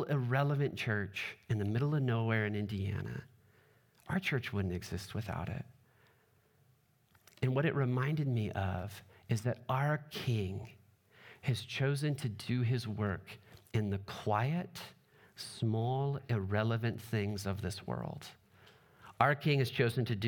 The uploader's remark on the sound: Trinity Anglican Church Littleton, CO.